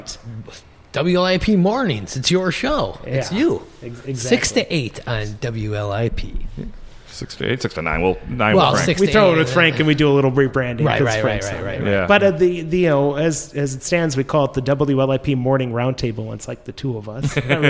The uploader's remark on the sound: This episode was recorded on October 9, 2023 at Luigi’s Pizza Kitchen, 7531 39th Avenue. This episode was recorded on October 9, 2023 at Luigi’s Pizza Kitchen, 7531 39th Avenue.